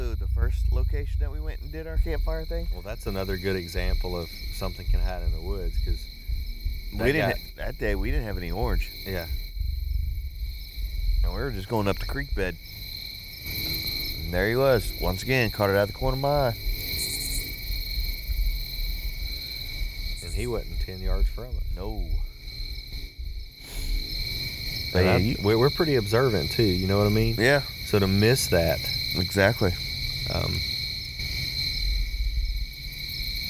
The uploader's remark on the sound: E34- Caddo Campfire Pt1. Our podcast from the field.